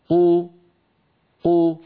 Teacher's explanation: المخرج كان مقفولا، مخرج القاف ثم تباعد